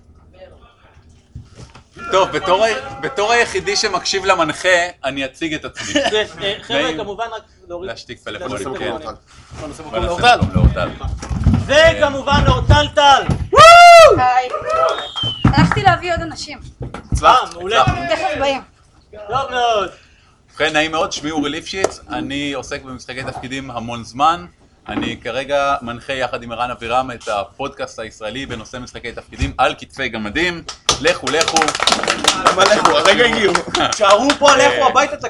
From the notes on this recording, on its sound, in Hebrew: זוהי הקלטת פאנל למנחים מתחילים מכנס דרקוניקון 2015, שנערך בבית הצנחן ברמת גן.